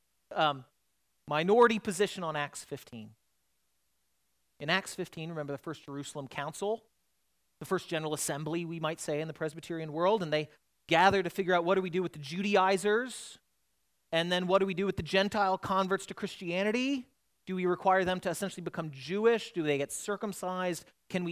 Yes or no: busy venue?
no